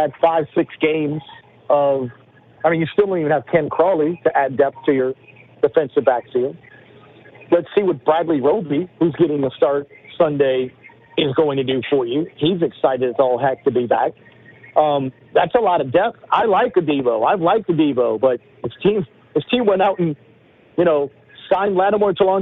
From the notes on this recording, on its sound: heated phone calls from listeners